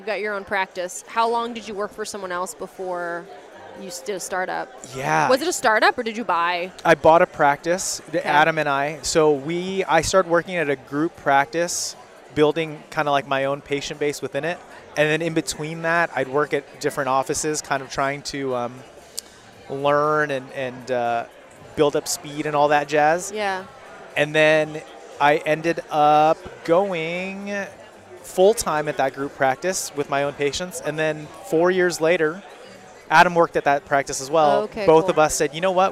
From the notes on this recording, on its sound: Recovering what we thought was lost footage from a live recording at Voices of Dentistry was a win for our team.